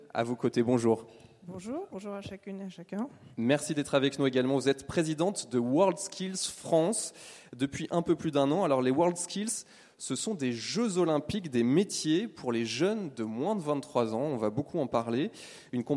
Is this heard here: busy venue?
yes